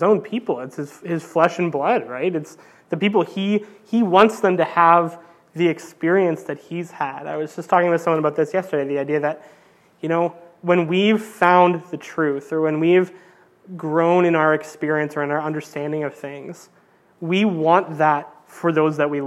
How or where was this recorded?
large echoing room